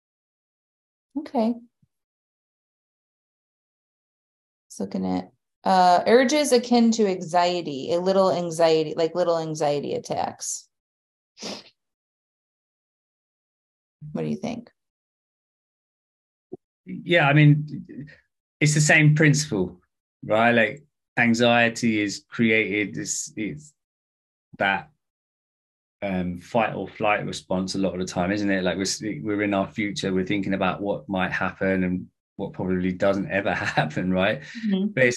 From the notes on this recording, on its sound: A recording of a recent conversational chat. Throughout the call, they are answering live questions from people who attended.